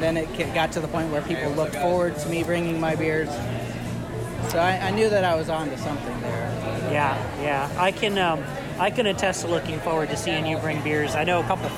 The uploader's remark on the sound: We recorded this session at Crabtree Ale House, so forgive the noise.